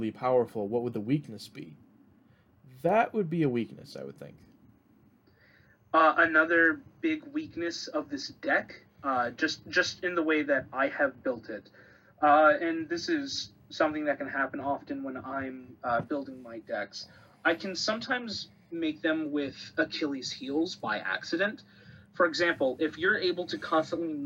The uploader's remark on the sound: Also, this was recorded a slightly different way, so the audio quality may be a bit different.